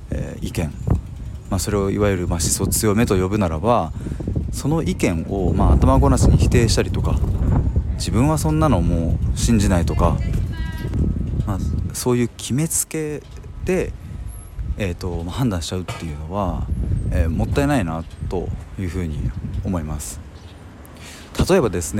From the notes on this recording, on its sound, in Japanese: 外からの収録なので雑音がうるさくてすみません